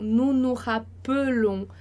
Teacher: Esse E, ele vai ser fechado, ele não vai ter som, ele vai ser mudo